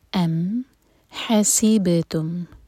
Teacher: بابر سکون ہے، بابر قلقلہ کریں گے، باؤنس کریں گے